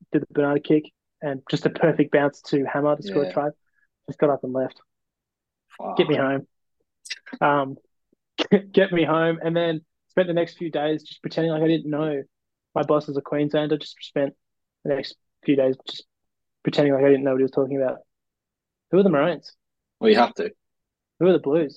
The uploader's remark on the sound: The boys are back after an extended break with their very first zoom podcast.